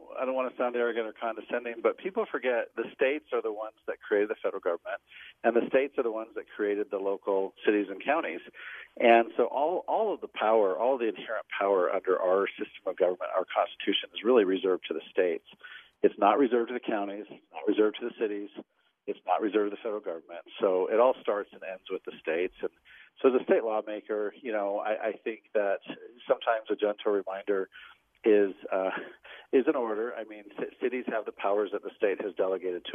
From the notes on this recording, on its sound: over the phone